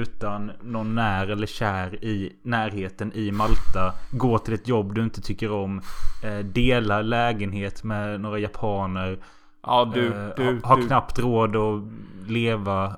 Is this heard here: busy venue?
no